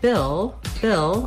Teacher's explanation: When I'm saying Bill, Bill, I just basically go right from that I sound into my L sound. I don't have to do anything special for that L. · we have the vowel I, which is a lax high front vowel. Basically, that's the same vowel sound that's in did, and when you learn a lot of words and sounds surrounding that I sound, it's easier to do it in the word Bill.